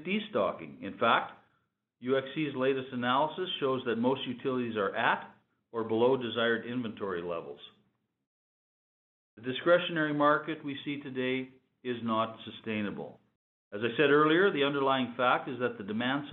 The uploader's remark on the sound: This episode features excerpts from Cameco's Feb. Conference call.